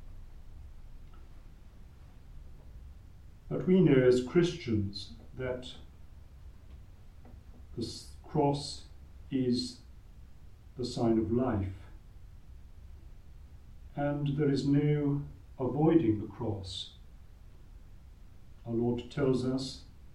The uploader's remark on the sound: Recorded live at Southgate House on 15 February 2024.